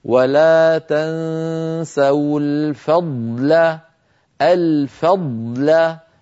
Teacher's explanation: ضاد ساكنة بعدها لام نبين الضاد هكذا ولا تنسوا الفضل الفضل فننطق ضاد ساكنة يتلوها لام لا تأثر لأحدهما بالآخر